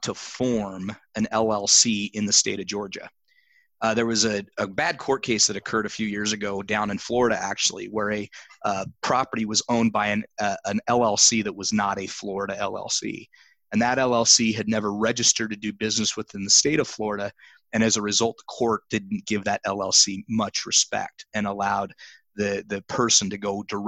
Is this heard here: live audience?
no